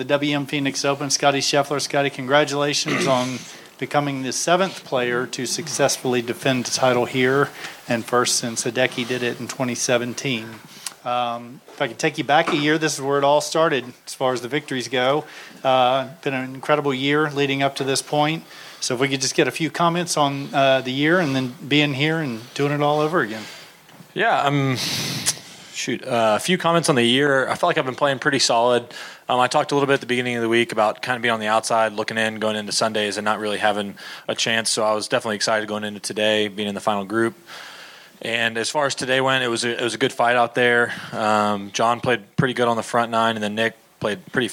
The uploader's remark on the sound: "LIVE" FROM THE WM PHOENIX OPEN